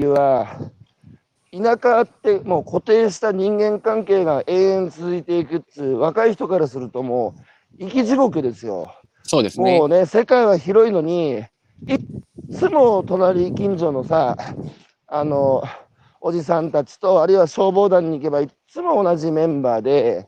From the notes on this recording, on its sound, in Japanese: 歩きながら1時間、対談する